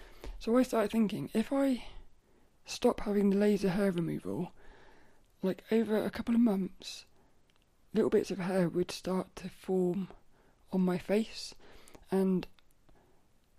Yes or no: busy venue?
no